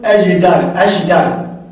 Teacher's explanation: وأجدار وأشدار بالمضارعة، وهي الإتيان بالجيم كالشين، إتيان الجيم الإتيان بالجيم كالشين، وبالشين كالجيم، الشين كالجيم إذا كانت قبل الدال ساكنتين